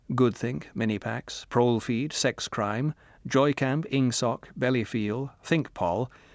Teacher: words of two or three syllables, with the stress distributed equally between the first syllable and the last